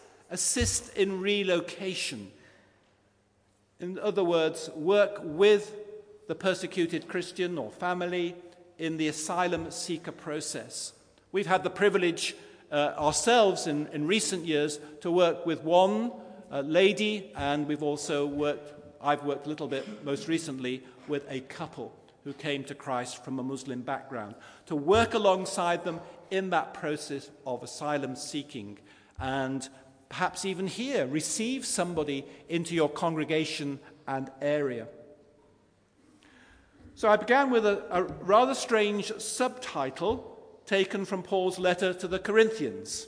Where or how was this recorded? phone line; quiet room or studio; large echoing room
large echoing room